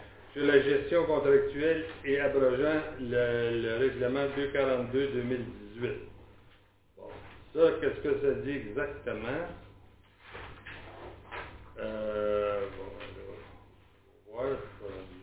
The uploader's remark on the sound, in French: Enregistrement de la séance extraordinaire du conseil municipal de Saint-Léon-le-Grand du 31 mai 2021